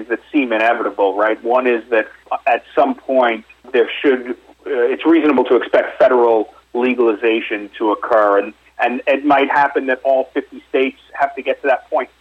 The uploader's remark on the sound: called in to SmallCapVoice